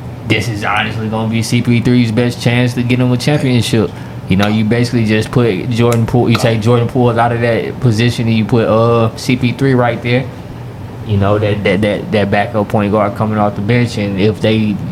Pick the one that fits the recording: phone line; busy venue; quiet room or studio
busy venue